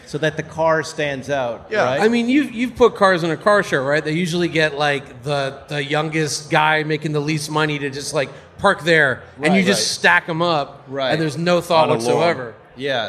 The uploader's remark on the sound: Recorded live at Luftgekuhlt 8.